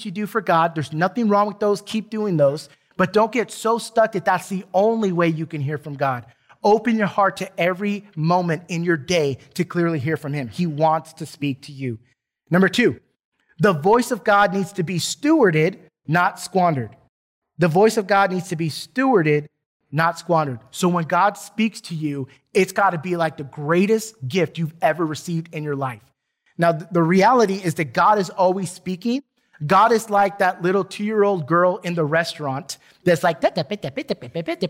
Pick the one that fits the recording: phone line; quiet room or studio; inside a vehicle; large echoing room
large echoing room